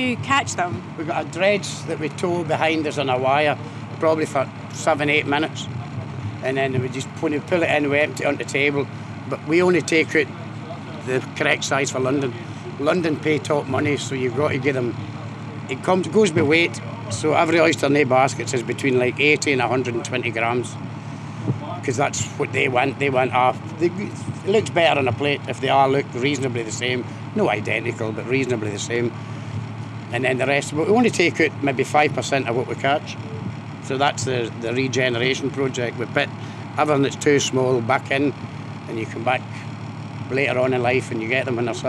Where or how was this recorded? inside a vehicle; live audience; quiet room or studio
inside a vehicle